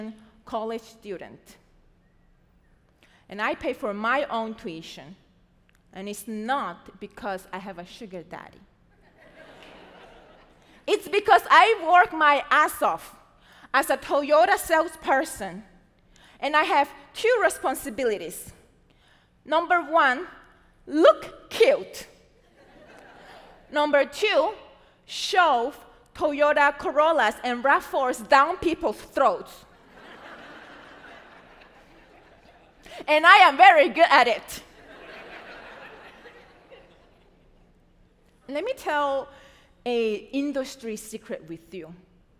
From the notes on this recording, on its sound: A WJCT Public Media and Florida Threatre Production. This episode, recorded live at the iconic Florida Theatre.